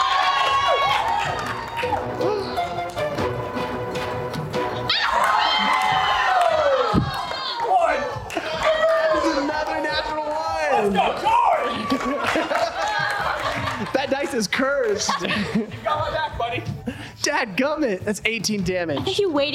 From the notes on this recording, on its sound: A recording of our Live Show from October of 2022!